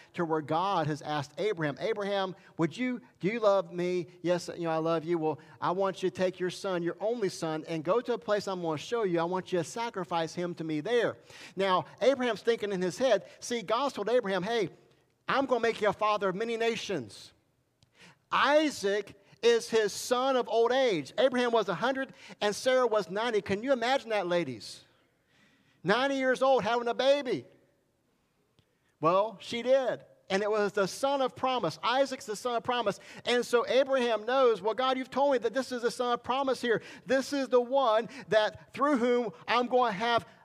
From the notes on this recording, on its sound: This message was recorded July 18, 2021 at Highland Baptist Church, Molino, FL.